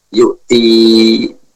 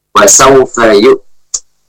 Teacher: Yang benar adalah waqaf dengan suara ta sukun. · Shown in: second take